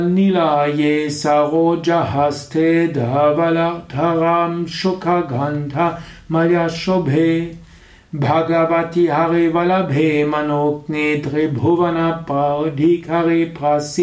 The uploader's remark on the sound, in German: Dies ist die Tonspur einer Video Aufnahme im Yoga Vidya Ashram Bad Meinberg . Dies ist die Tonspur einer Video Aufnahme im Yoga Vidya Ashram Bad Meinberg .